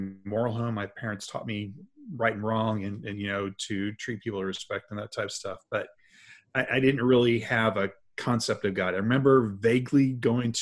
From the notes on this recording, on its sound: sat down on a Zoom call